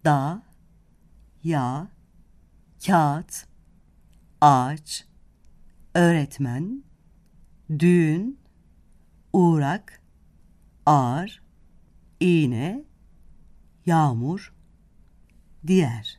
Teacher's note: Yumuşak G'yi telaffuz etmez, ondan önce gelen ünlüyü uzatırız. · yumuşak G'nin kendinden önce gelen ünlüyü uzatma görevi vardır. Örneğin, kağıt yazarız, kağıt diye okuruz.